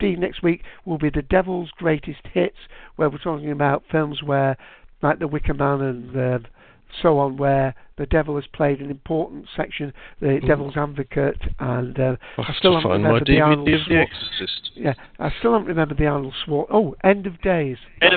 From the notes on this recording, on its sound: calls in LIVE from Hurricane Who